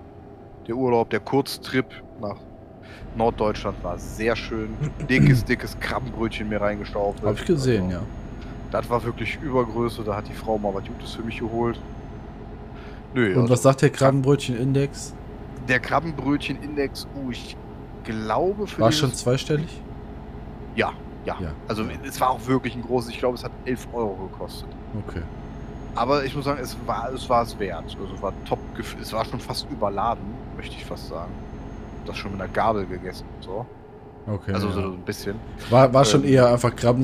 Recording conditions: background noise